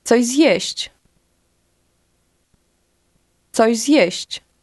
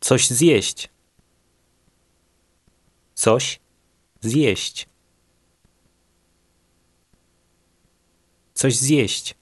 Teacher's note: Did you hear how the two words run together and almost sound like one?